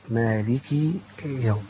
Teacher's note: بعضهم يشبع كسرة الكاف حتى تصبح يا